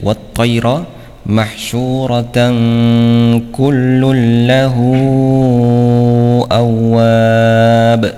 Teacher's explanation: Ya, mahsyuratan bertemu dengan kullu ya, fathah tanwin bertemu dengan kaf ya, jangan lupa untuk dibaca ikhfa ya, dibaca ikhfa yaitu dengan dengung ya, dengan gunnah